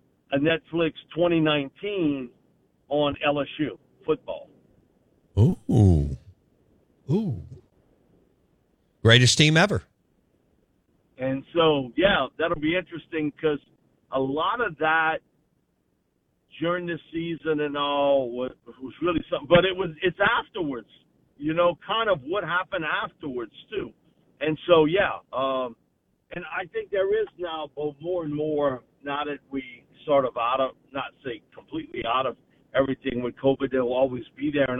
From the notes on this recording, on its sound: joins the show live on the Farm Bureau guest line